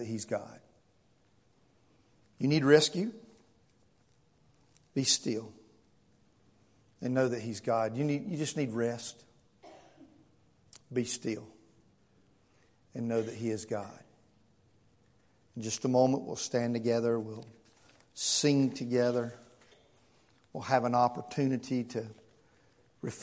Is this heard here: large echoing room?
yes